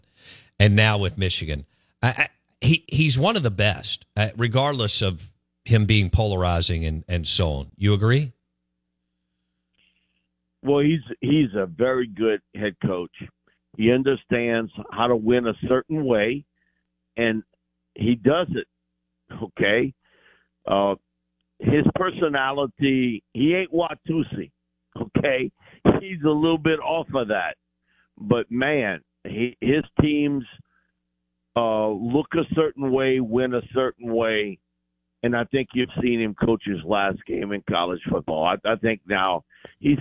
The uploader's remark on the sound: Joins the show on the Farm Bureau guest line talking football and beyond live in the BankPlus Studio.